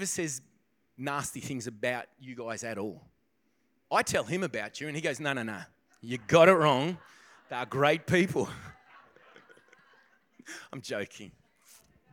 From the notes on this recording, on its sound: This podcast begins part-way through the message due to technical difficulties. This message was recorded on 04/02/2024 during the 10am service.